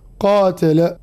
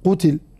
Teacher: روى الأئمة الشامي والكوفيون قراءة كلمة قتل بفتح حرف القاف أي قاء ممدودة بألف وبعدها تاء متحركة بحركة الفتح · Shown in: first take · قاتل. وروى الأئمة الباقون القراءة بضم القاف وعدم مدها وكسر التاء قتل.